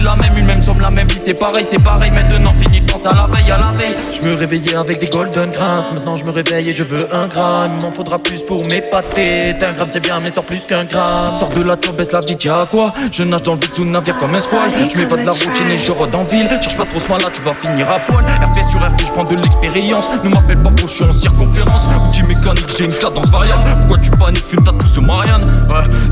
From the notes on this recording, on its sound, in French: RADIOMFest. Se déroule comme un générique de film sur le plateau des radios tarnaises du FOMAC 2022.